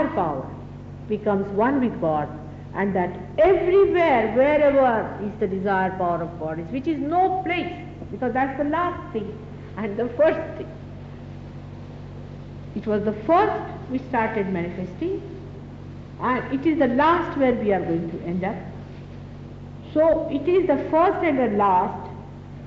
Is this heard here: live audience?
yes